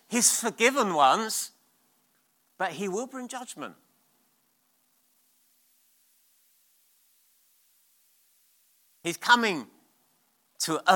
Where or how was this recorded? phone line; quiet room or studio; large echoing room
large echoing room